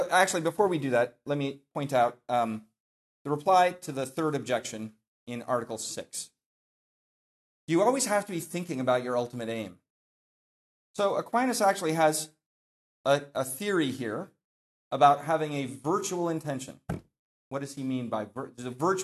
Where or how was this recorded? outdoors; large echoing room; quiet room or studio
large echoing room